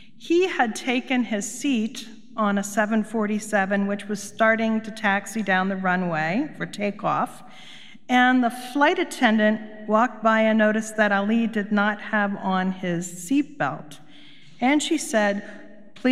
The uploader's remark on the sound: Recorded live at Beatitudes Church in Phoenix, AZ.